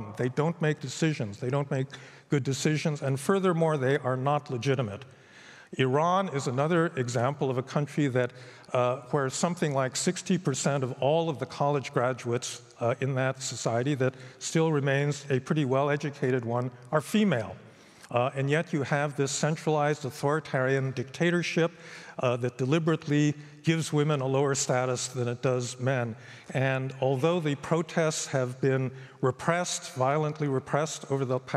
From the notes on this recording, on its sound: recorded at the 2023 Oslo Freedom Forum